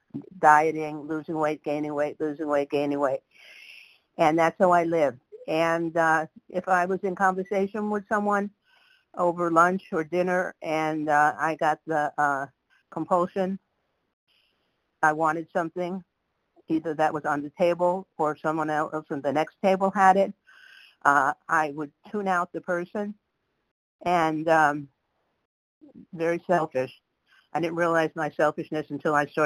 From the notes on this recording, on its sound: 100 Pounders Phone Meeting